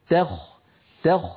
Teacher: ذلك تخفيف من ربكم ورحمة، علينا أن ننتبه إلى ترقيق التاء عند الخاء، فلا نقول تخفيف ذلك تخفيف بسبب مجاورة التاء للخاء، بل نقول تخ تخ، فنعطي التاء حقها من الترقيق والخاء حقها من التفخيم